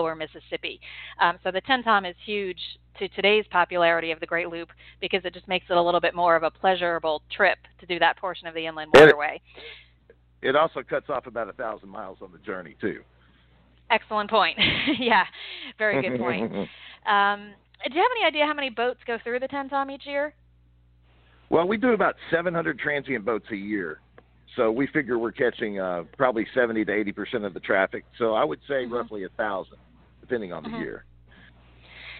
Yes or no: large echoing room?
no